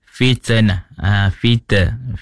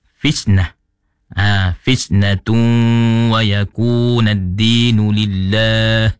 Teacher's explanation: Jadi di sini ada satu saja yang dapat saya kesan, iaitu pada kalimah fisnah yang salahnya, yang ataupun kurang tempatnya bila baca ada bunyi fitnah, fita. Di sini fisnah ini bukan qalqalah. Jadi dia ada hamas. · Shown in: second take · Sepatutnya yang sebenarnya kena bunyi fisnah.